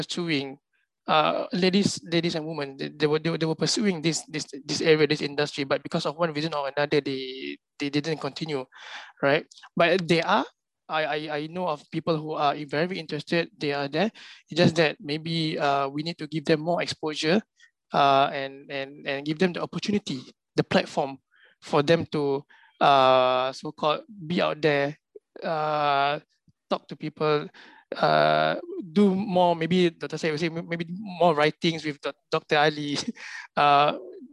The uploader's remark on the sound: This public talk was conducted online via Zoom